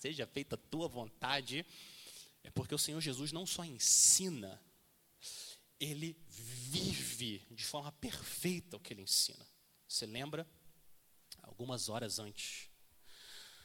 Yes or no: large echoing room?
yes